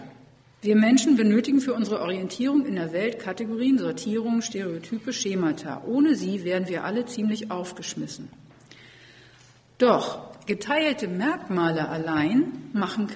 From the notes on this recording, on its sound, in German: Vortragsdokumentation der Tagung "Univision 2020 - Ein Lehrhaus für alle!" des Disability Studies (ZeDiS).